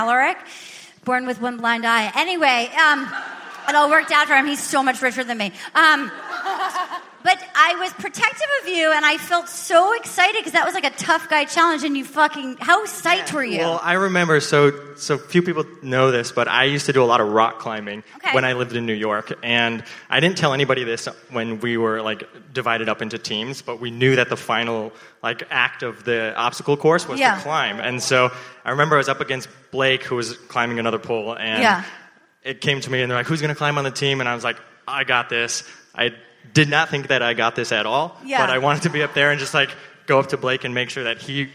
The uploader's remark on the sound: LIVE AT SAN FRAN SKETCHFEST! Live at San Fransisco Sketchfest for a raucous afternoon with the most wild, wonderful unruly audience in podcasting!